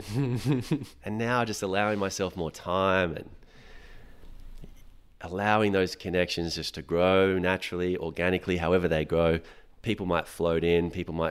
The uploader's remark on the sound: We recorded this conversation in Newrybar hall on Bundjalung land. I was freezing and still shivering for much of this conversation.